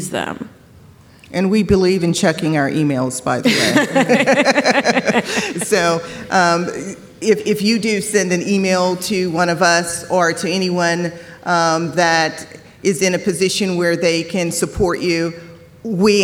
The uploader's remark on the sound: For the podcast's very first live show! Recorded before an audience of 1,200 incoming students at Southern Connecticut State University in New Haven. Plus, we take live questions from our engaged audience!